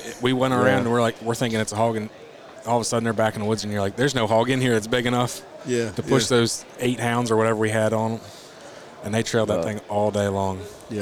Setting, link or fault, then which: setting, busy venue